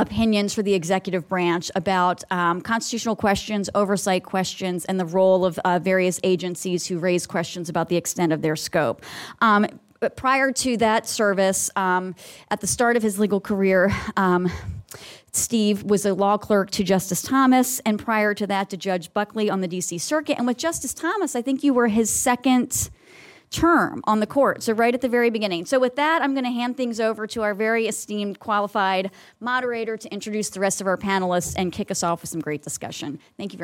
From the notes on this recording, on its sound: This panel discussion, from the Gray Center’s May 25 Capitol Hill Conference.